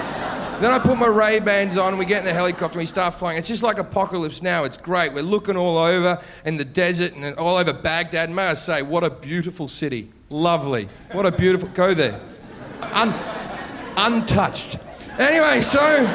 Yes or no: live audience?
yes